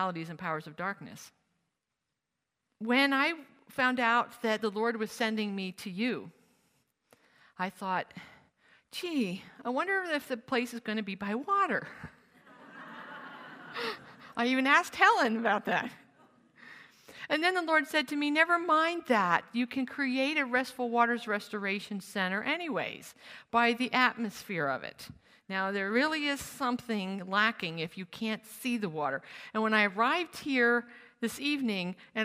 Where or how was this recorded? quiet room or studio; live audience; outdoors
live audience